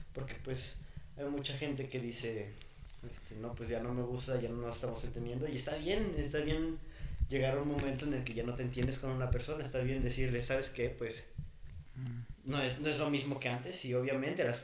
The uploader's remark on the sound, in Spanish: perdonen el eco del audio